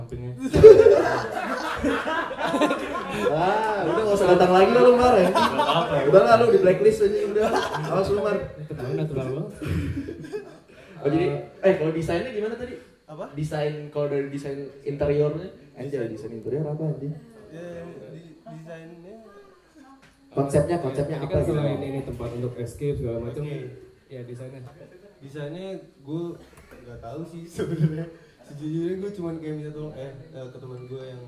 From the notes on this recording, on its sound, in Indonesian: Episode kali ini merupakan episode special buat kami karena akhirnya kesampean bikin live podcast untuk pertama kalinya, all thanks to Far Far Away Bandung!